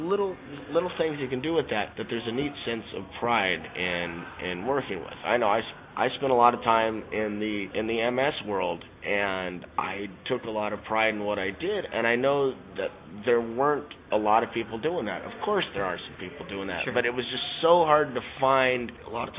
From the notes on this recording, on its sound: recorded at SELF 2010